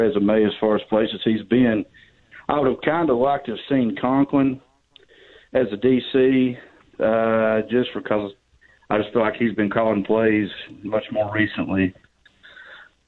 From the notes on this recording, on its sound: Taking your phone calls.